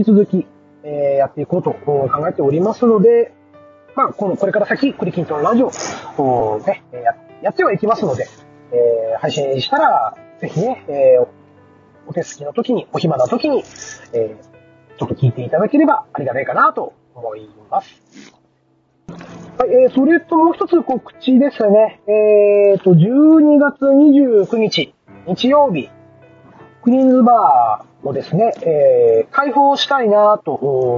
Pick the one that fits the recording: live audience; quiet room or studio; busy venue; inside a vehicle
inside a vehicle